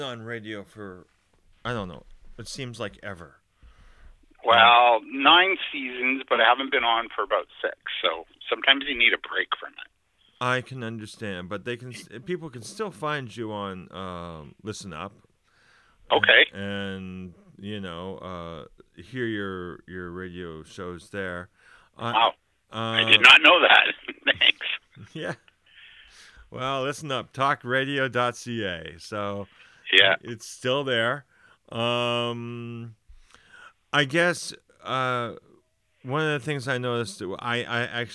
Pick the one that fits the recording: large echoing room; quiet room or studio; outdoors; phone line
phone line